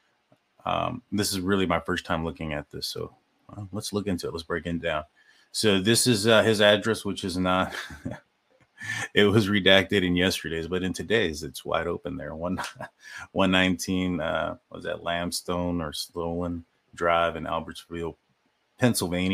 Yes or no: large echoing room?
no